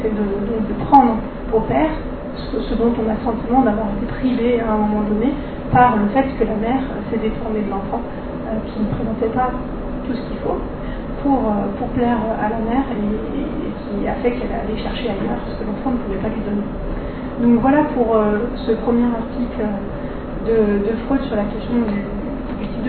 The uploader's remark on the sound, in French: Désolés pour le bruit de fond de cet enregistrement